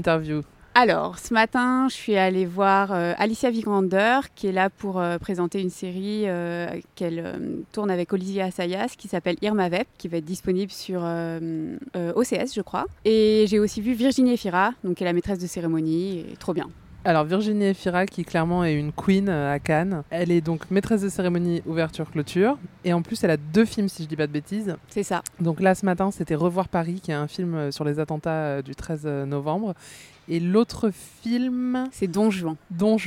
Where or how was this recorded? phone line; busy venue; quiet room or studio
busy venue